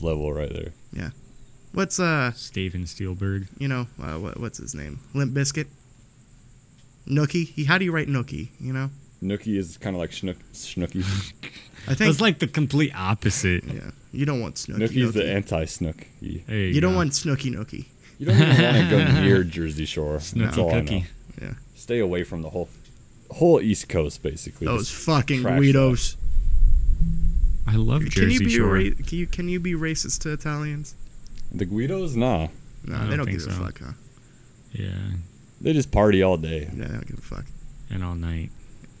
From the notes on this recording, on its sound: We outside on this one and a storm’s a brewin’.